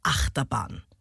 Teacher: Acht hat die Betonung, Terbahn ist hinten unbetont. · Term: Daktylus